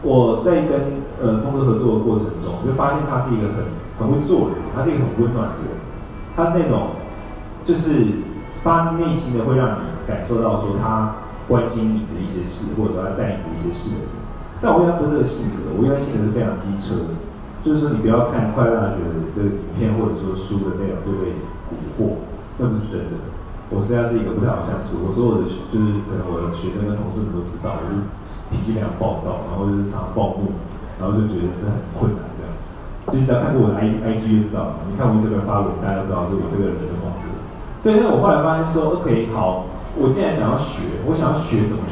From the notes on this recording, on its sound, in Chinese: 新書分享會 高雄場 我(2016年首批粉絲)的現場提問。